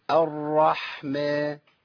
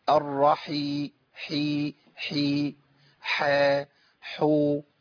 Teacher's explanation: الحاء احنا اتفقنا هو حرف بيجري فيه الصوت وبيجري فيه النفس، ممكن يختفي مننا لانه حرف ضعيف جدا.